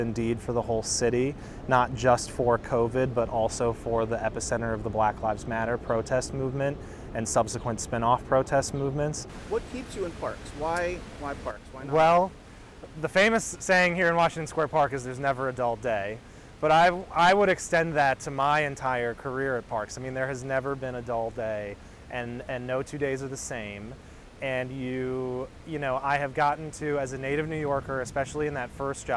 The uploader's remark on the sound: 7 Washington Square Park. In this episode we go out of the studio and into the field to meet the Parkies who manage it, and listeners will be able to hear all of the Village sounds (and a thunderstorm) of a busy summer day in this beautiful spot.